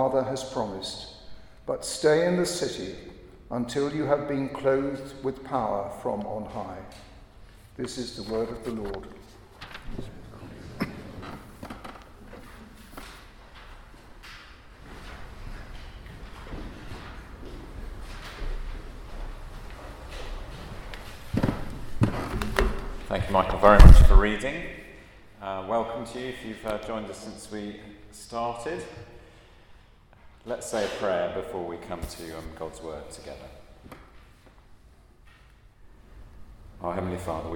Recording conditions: large echoing room